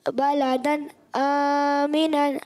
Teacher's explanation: مراد کیا ہے یہاں تنوین نون ساکن یا تنوین کے بعد حرف ہلکی میں سے حمزہ آ رہا ہے اس لیے غنہ نہیں ہوگا · Term: اظہار ہلکی